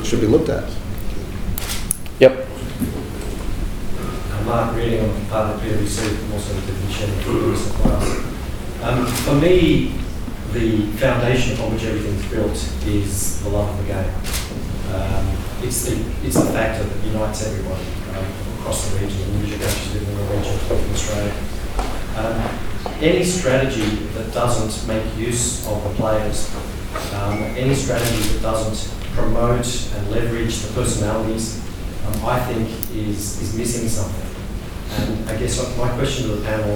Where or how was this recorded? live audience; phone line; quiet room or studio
live audience